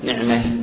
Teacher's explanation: والإمالة واقعة على فتحة الميم من نعمة عند الوقف عليها، نعمة. وهذا كثير في لغة الناس، إمالة الكلمة التي فيها تاء التأليف، كثير في لغة الناس إلى اليوم.